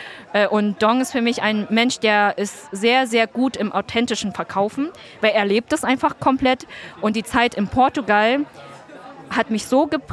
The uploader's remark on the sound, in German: Auf dem ISLE OF MIND Festival haben wir diese Folge mit ihr aufgenommen.